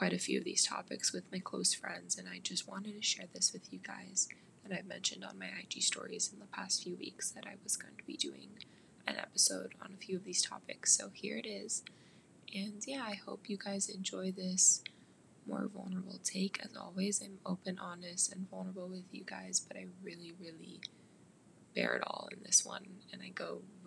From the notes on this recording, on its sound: Sorry for the audio being up and down, my voice was fried from talking for so long and the rainy weather really brought my overall mood down.